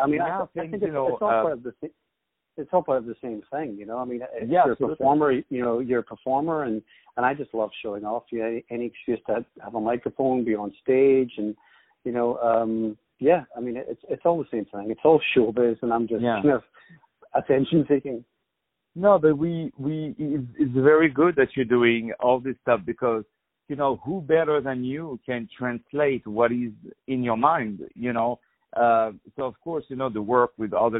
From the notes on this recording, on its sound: On the phone.